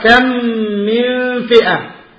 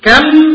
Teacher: أدغمنا الميم الأولى الساكنة في الميم الثانية المتحركة فأصبحتا ميما واحدة مشددة